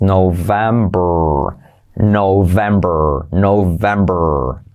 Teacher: Es una F activando las cuerdas. La V es una F, ¿vale?